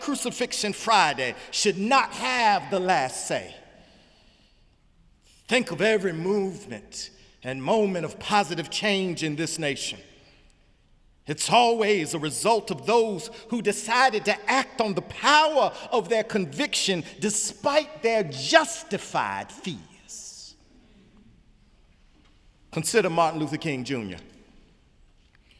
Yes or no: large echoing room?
yes